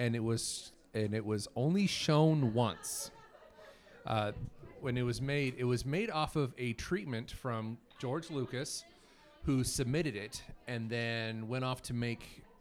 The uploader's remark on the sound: live from KramusCon in Boise, ID.